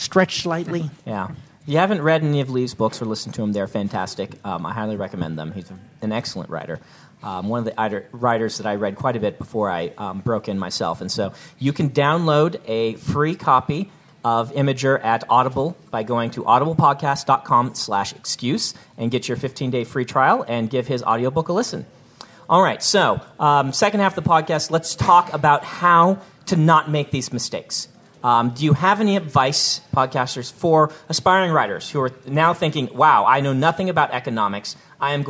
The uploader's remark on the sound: Recorded live at CONduit in Salt Lake City.